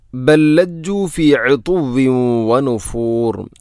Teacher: ഇവിടെ ബല്ലജ്ജു, ബൽ ലജ്ജു എന്നല്ല, ബൽ ലജ്ജു. ഒന്നാമത്തെ ലാമിന് രണ്ടാമത്തെ ലാമിലേക്ക് ഇദ്ഗാം ചെയ്യുന്നു, കൂട്ടി ലയിപ്പിച്ച് ഒതുന്നു